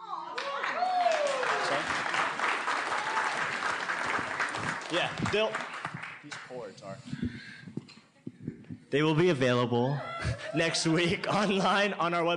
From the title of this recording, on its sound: LIVE From SF Sketchfest 2017